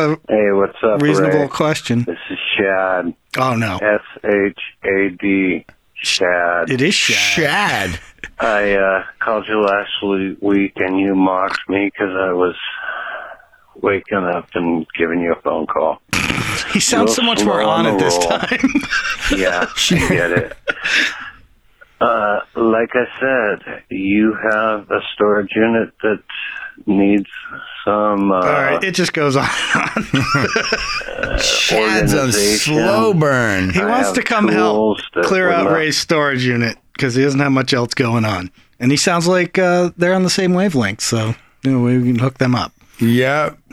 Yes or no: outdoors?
no